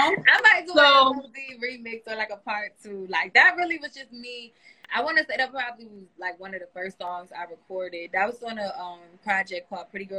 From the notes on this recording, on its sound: a special Instagram Live #WFH edition